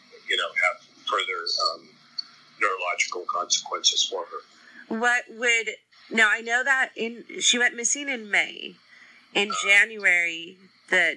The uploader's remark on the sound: Sorry about the sound quality of this interview, tried something new....did not work.